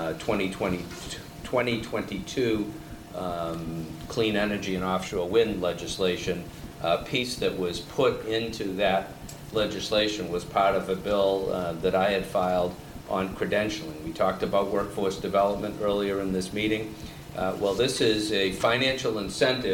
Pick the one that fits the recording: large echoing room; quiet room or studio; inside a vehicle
large echoing room